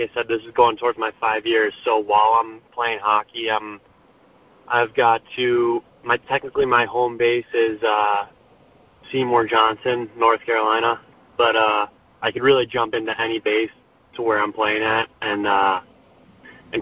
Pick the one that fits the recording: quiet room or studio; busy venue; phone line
phone line